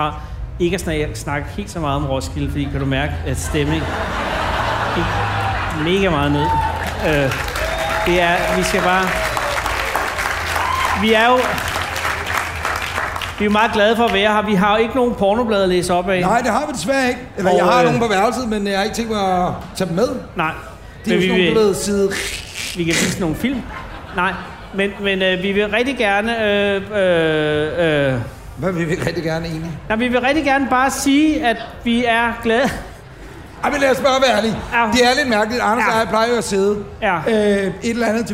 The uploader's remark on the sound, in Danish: Optaget foran 80.000 feststemte mennesker på Smukfest i Skanderborg.